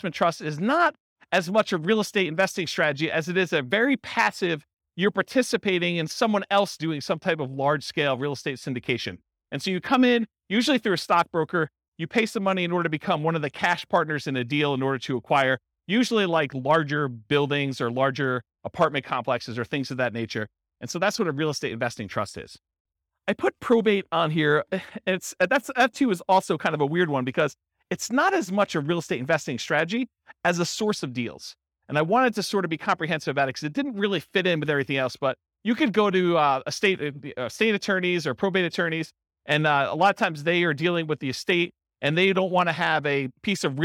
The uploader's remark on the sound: This was a live class recorded.